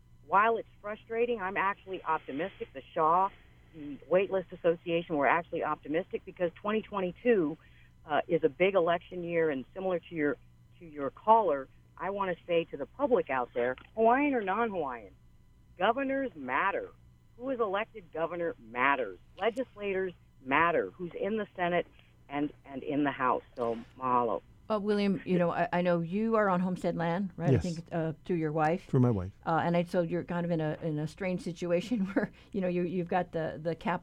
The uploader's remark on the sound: The Conversation hosted a call-in show.